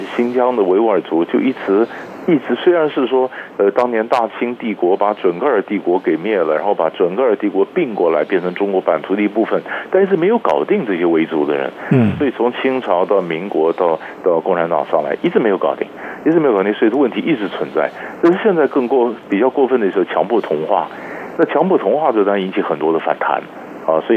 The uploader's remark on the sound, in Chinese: 連線訪問